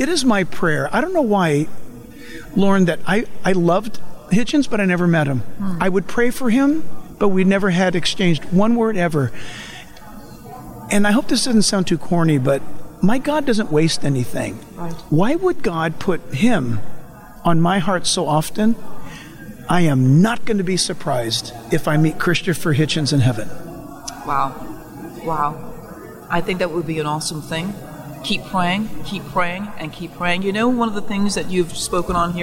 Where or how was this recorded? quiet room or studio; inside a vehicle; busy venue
busy venue